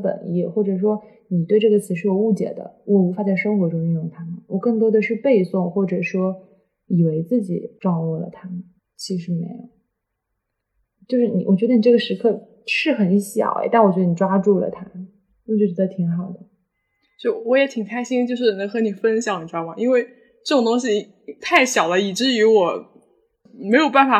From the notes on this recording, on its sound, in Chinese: 本期音质确实不佳